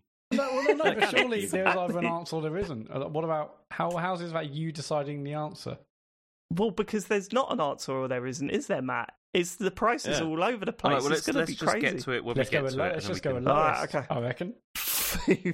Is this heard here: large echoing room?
no